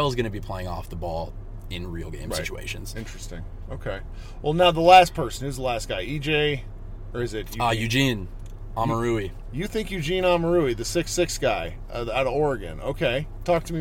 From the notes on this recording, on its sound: Came out to Vegas. We recorded in a car with the AC running so the audio might sort of stink.